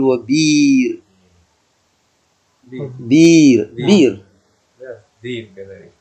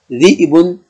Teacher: فيجوز لك أن تقلب الهمزة ياء · Shown in: first take